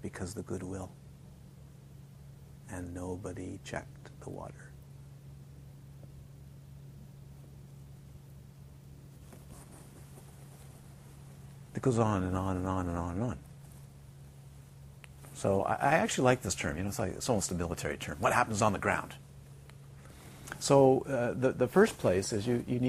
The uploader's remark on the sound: This series of 60 Dharma talks were recorded during a retreat at Crystal Mountain Retreat Centre, Galiano Island, during July and August of 2012.